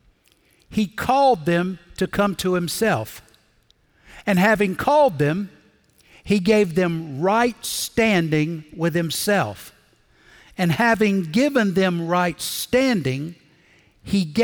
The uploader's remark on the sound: Recorded Live at Brookwood Church.